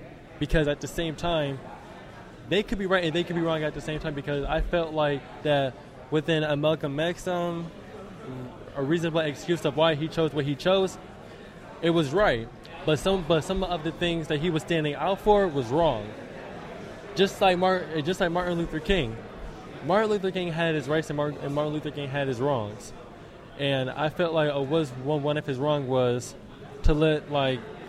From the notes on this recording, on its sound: live at the Men of Color Summit at SUNY Fredonia in Fredonia, New York